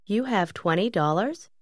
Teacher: اسأل بنغمة صاعدة. معك 20 دولارا؟